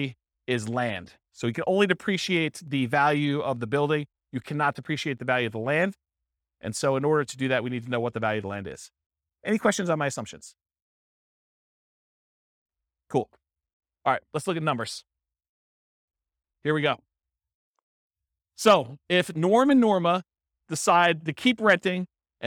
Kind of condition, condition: setting, live audience